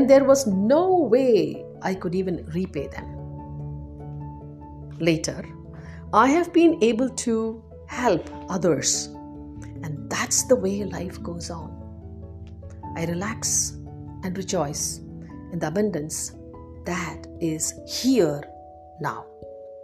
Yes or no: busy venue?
no